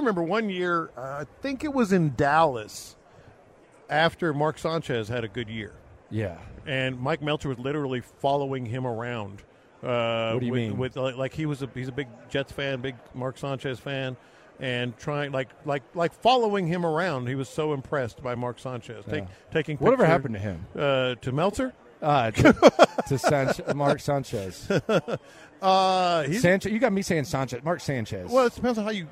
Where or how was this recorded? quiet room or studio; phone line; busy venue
busy venue